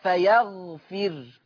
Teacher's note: ورش يقرأ بسكون الراء فيغفر